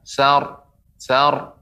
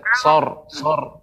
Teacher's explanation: sanya tetap tipis, tapi roknya ditebalkan · Shown in: first take